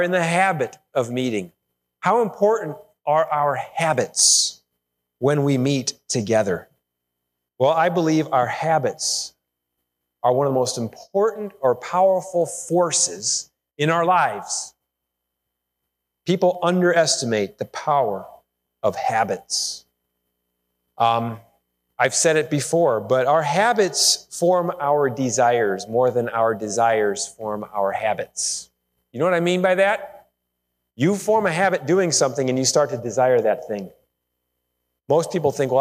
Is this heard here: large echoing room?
yes